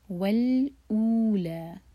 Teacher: حمزہ پر دومہ ساتھ میں واو، تو دو حرکہ لمبا. ول اولا، لا اگین دو حرکہ لمبا.